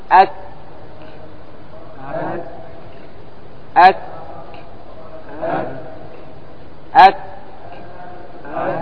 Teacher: أقصى اللسان من أسفل مخرج القاف، ويخرج منه الكاف